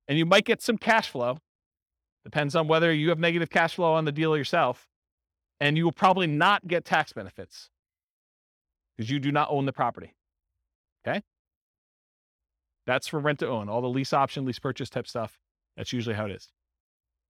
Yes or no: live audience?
yes